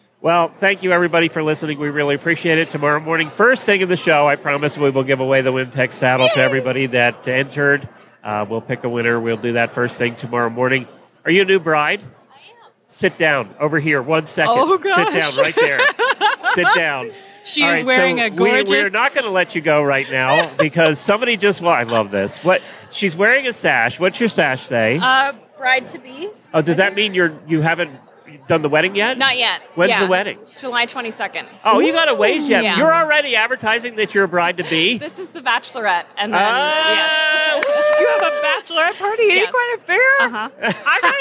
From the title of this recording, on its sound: Live from Day 2 at Equine Affaire, Ohio